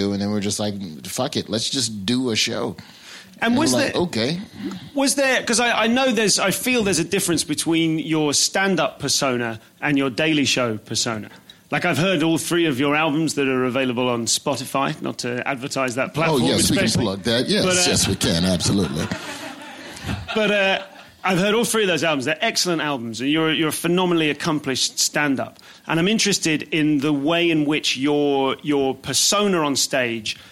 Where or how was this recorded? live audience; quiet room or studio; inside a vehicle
live audience